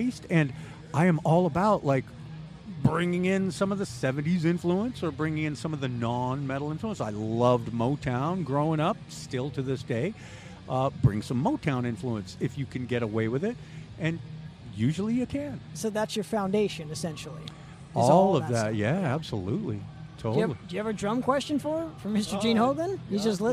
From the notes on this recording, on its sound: Live at SD Metal Swap Meet.